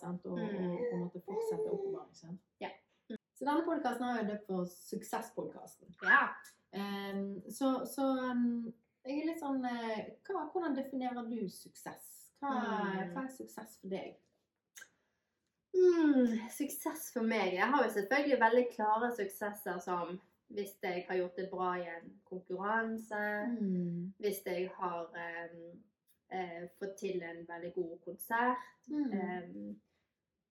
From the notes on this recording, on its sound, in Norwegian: Denne episoden ble spilt inn for en del måneder siden, med både hund og baby i samme rom. Den er perfekt uperfekt med både lyd, bilde og editering.